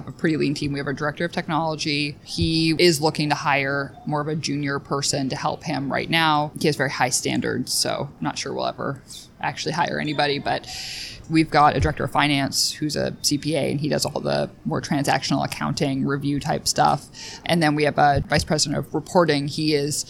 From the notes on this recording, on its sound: We held our conversation in a quieter area of a shopping mall in Boston so there is occasional background noise.